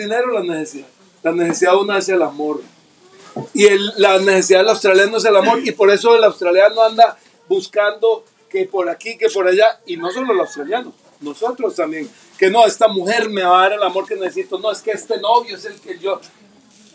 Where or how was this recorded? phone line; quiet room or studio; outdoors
outdoors